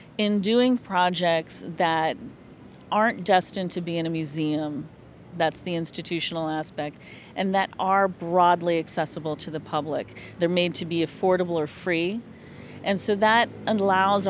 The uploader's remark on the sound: Setting up a temporary recording studio in a poolside cabana, at a Miami Beach hotel, we sit down with a dozen curators and cultural producers to document their stories. In this marathon recording session. We recorded this special program when the annual Congress of the Association of International Curators of Contemporary Art (IKT) took place in the United States for the first time.